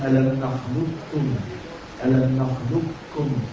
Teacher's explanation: لام كاف على طول، مفيش قاف، فيكون إظهار من الثانية. · Term: الإدغام الكامل